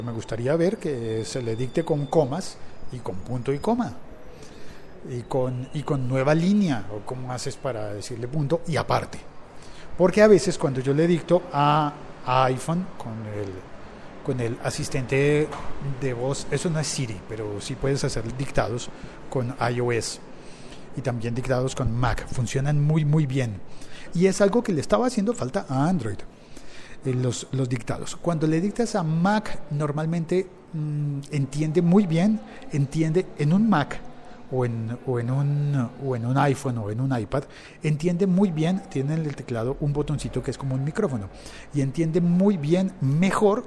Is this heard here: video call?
no